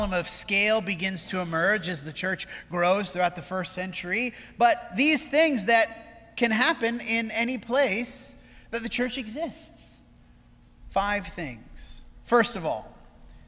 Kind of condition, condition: setting, large echoing room